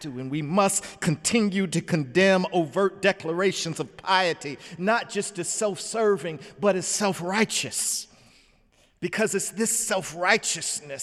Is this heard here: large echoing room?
yes